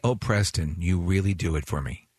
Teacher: She got a little breathy too